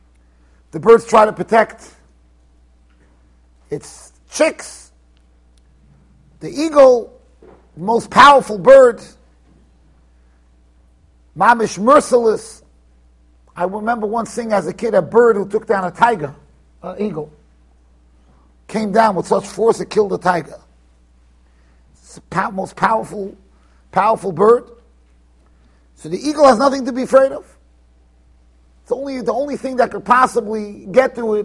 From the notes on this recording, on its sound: Shiur recorded in Yeshivas Ohr Reuven, Monsey NY.